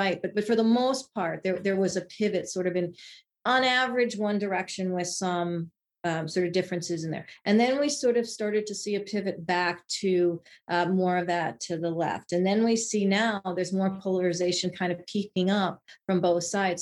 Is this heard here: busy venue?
no